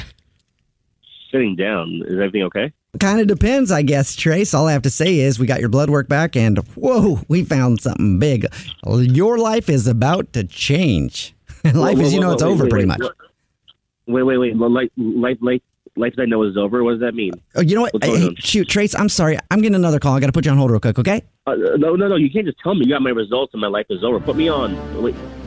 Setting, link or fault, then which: link, phone line